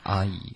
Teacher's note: 这个双元音 I,这个对要注意滑动